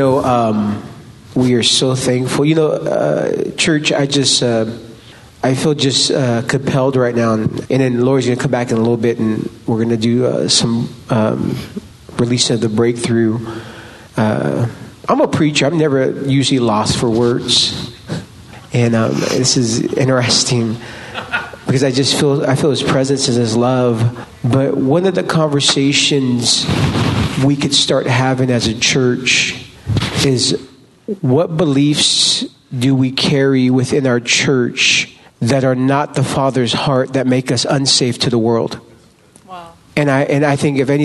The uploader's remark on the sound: Live recordings at this year's RISE conference at the Mission Church in Vacaville, Ca. As part of the Breakthrough Sessions.